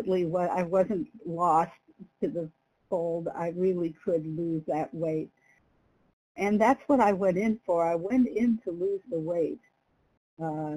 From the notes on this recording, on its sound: from the 100 Pounders Phone Meeting